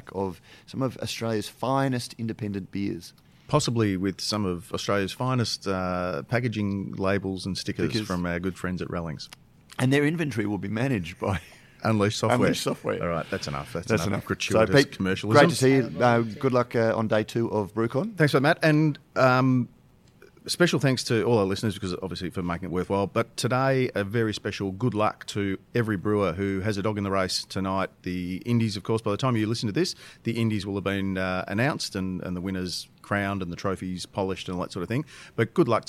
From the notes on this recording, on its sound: record live from BrewCon 2019 to discuss the news of the week